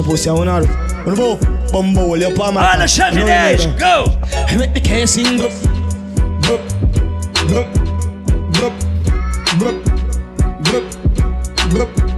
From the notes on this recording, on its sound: Live Audio recording of my set at Island Saturdays on Jan 7th 2023.